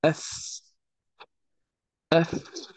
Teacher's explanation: باطن الشفة السفلى مع أطراف الثنايا العليا · Term: مخرج الفاء